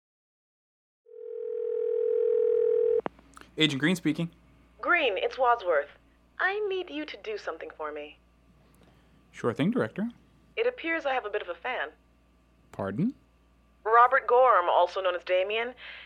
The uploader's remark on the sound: Phone conversations.